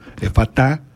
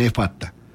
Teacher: Y es una prosodia válida convertirla en oxítona, que es eso, aguda · Shown in: first take · efatá, o dejarla en efata.